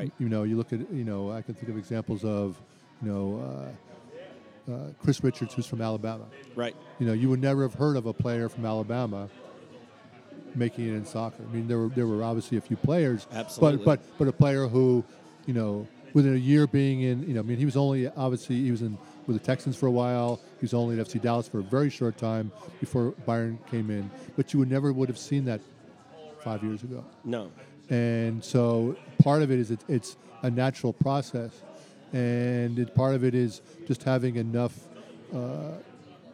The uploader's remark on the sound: Live at the Bar of the US Soccer AGM